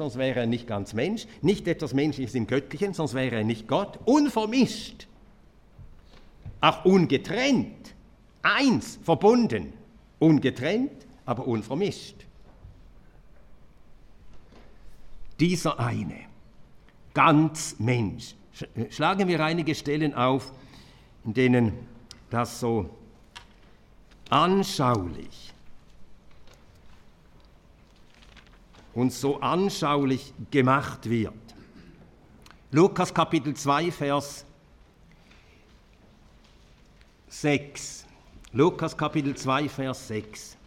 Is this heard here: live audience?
yes